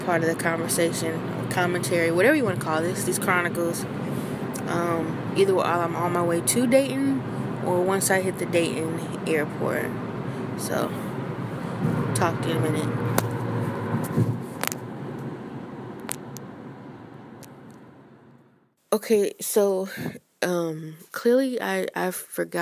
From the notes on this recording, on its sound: 24 Music On A Plane. I recorded a podcast while I was traveling to my destination where I'm going to perform.